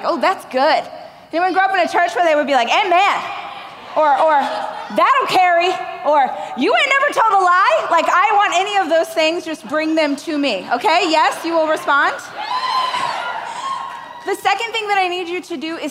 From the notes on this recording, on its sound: a keynote speech I gave during the Growth